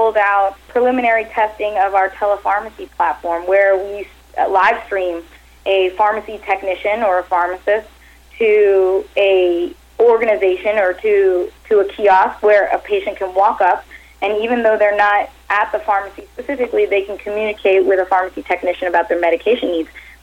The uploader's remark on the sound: called in to SmallCapVoice.